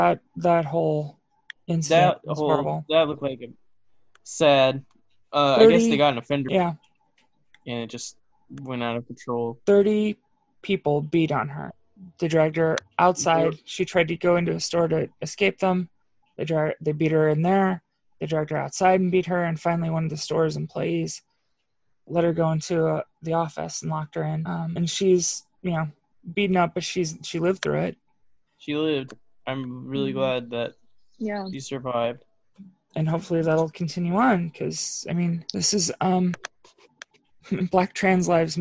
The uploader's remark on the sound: another zoom edition